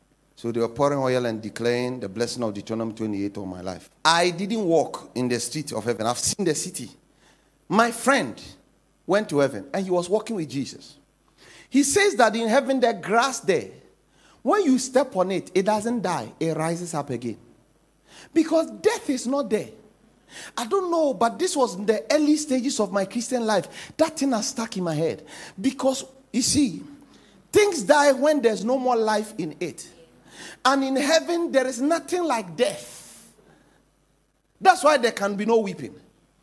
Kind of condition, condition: setting, large echoing room